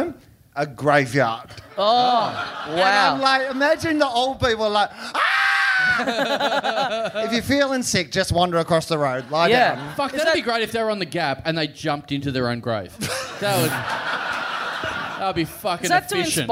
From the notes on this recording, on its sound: Recorded LIVE at The Chippendale Hotel in Sydney on July 10, 2016.